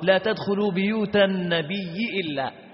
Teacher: والأصل في القراءة التخفيف والتسهيل والتيسير، فقالوا أبدل الياء، أبدل الهمز المسهل ياء، فالتقى ياءان، وعندما التقى ياءان أدغم الياء في الياء فصارت ياء واحدة مشددة